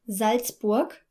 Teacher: in words like Salzburg, where the S comes at the beginning, we should note that the letter sound is like the English Z.